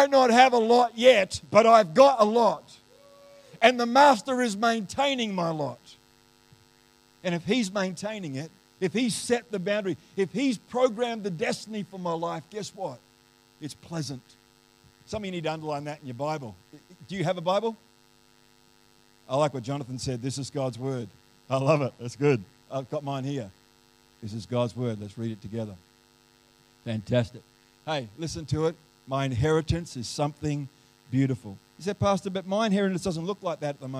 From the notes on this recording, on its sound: The live stream of Destiny Church Atherton